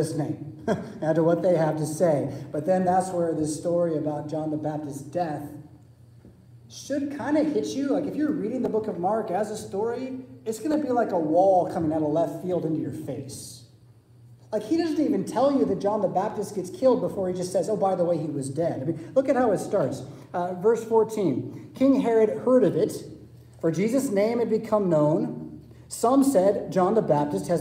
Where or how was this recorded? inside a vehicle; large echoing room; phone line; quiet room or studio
large echoing room